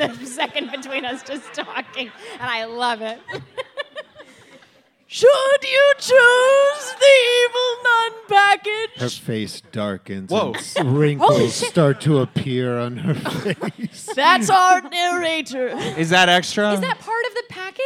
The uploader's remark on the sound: LIVE at the New York Comedy Festival!